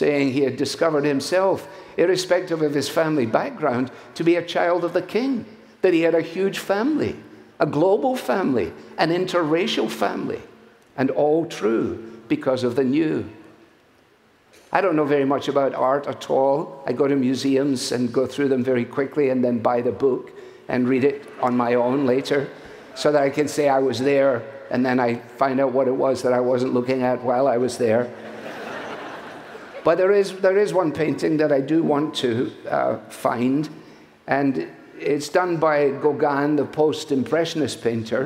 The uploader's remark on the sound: from the stage at our Family Leadership Summit